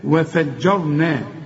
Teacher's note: وفجرنا الراء المفخمه لان قبلها مفتوح